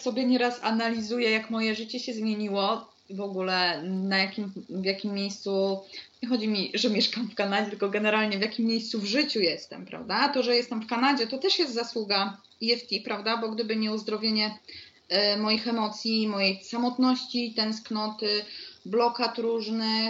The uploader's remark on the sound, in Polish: nagrania Audio webinarów